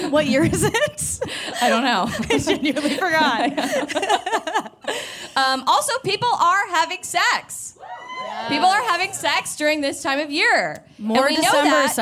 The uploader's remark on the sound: Performed a live show at Caveat in New York City.